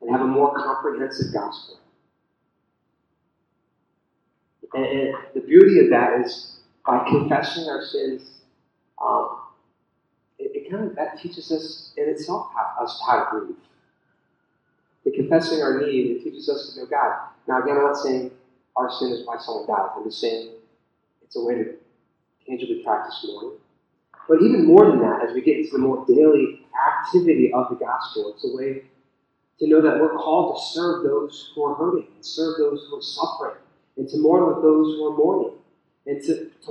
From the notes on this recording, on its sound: the audio is a bit spotty.